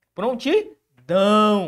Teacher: porque a sílaba tônica recai sobre a última sílaba · Term: oxítona